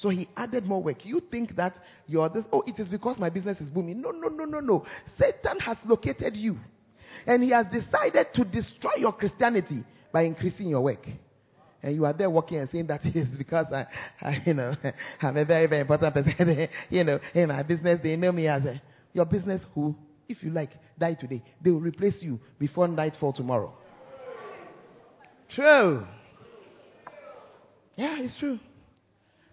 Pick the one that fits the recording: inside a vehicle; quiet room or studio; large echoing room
large echoing room